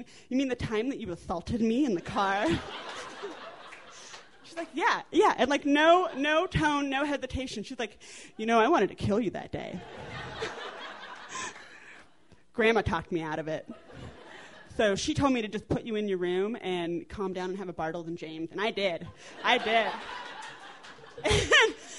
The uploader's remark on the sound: These stories were recorded at The Deer Pile in Denver, Colorado on November 15, 2012.